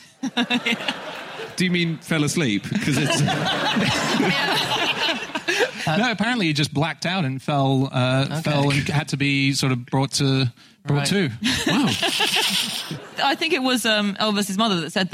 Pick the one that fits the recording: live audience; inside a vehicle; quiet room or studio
live audience